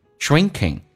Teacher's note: 你的整个舌身往回缩，你的舌的后端抬起来一点点，开口比较大，鼻音很重